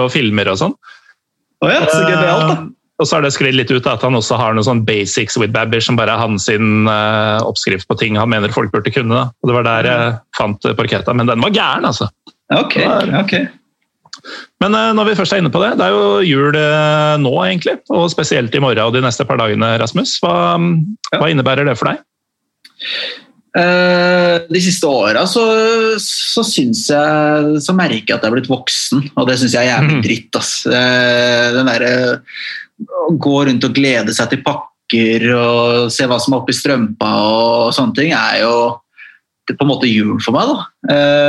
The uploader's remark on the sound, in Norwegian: Tar seg en Zoom-prat.